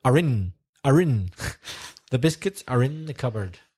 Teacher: if you combine it with a word beginning with a vowel, then it's R-in